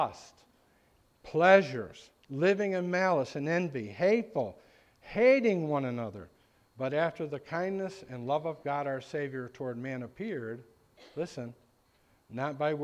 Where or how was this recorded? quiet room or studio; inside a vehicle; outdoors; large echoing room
large echoing room